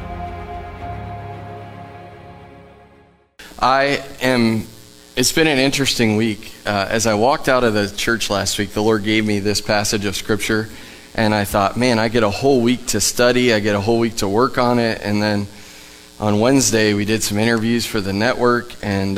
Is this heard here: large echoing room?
yes